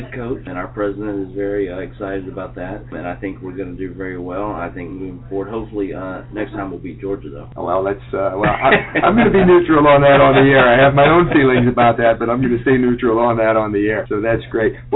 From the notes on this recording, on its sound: at the 2013 National Youth at Risk Conference in Savannah, Georgia